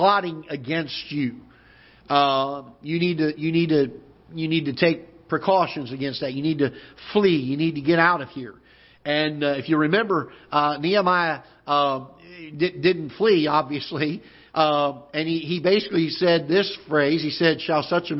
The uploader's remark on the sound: Ketha Heights Baptist Church ~ Live Broadcast